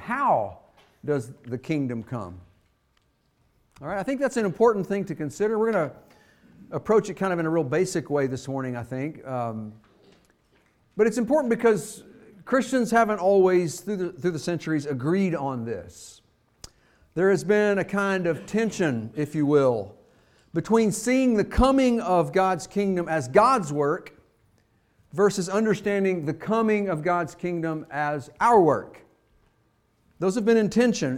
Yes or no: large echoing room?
yes